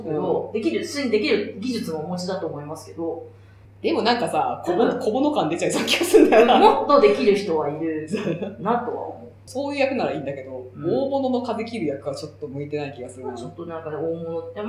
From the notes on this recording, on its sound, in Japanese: 今月ちょっと音質が悪いです。